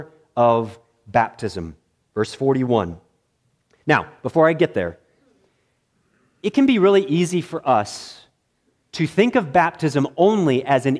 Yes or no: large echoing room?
yes